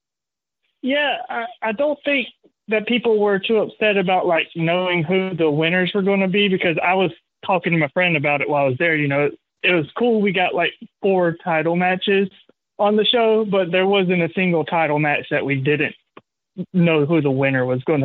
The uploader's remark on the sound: Live callers. With caller and email input from listeners.